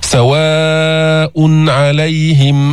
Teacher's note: بدون غنة زائدة، إظهار التنوين عند العين. سواء يعني نأتي بالحرف كما هو من مخرجه بصفته بدون غنة زائدة، نظهره نظهر هذه النون الساكنة اللي هي التنوين عند العين، لأن العين من حروف الحلق من حروف الإظهار.